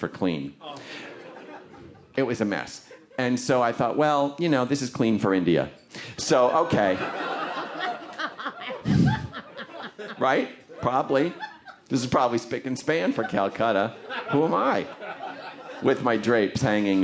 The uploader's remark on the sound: This piece was recorded at the Un-Cabaret, featuring great comedy writer-performers telling unusually honest stories in a stand-up setting.